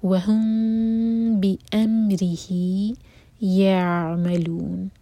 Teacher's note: تو یہاں پر ہوگا اخفاء شفوی میم کو ہولڈ کریں گے